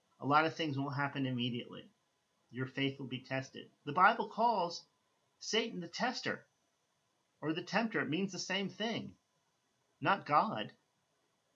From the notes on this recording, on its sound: I apologize for the lower volume on this recording.